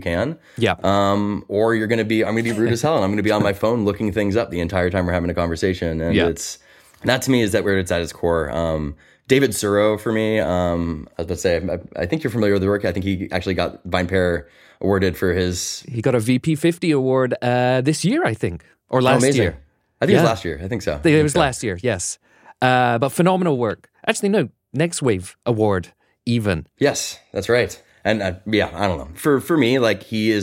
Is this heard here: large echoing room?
no